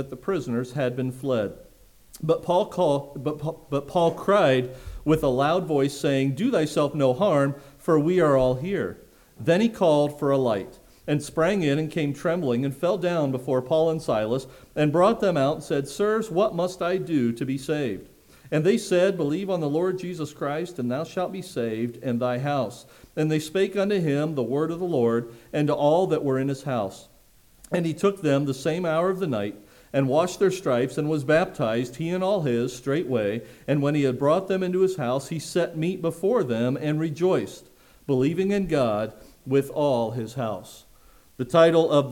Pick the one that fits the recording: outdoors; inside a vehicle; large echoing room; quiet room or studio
large echoing room